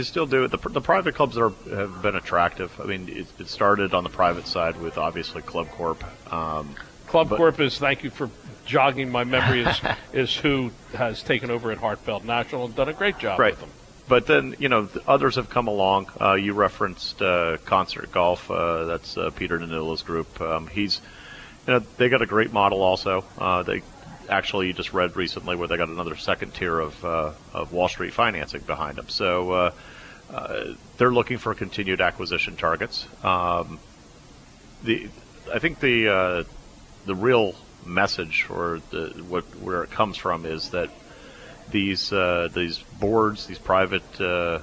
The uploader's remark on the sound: This program originated from the Tun Tavern at the Sheraton Atlantic City, NJ.